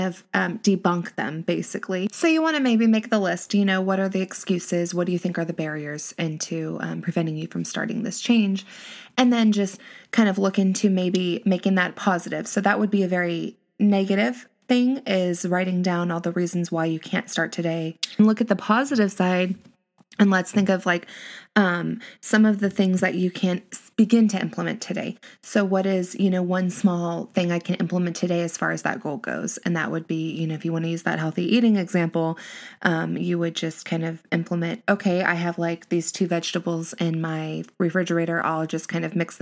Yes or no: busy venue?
no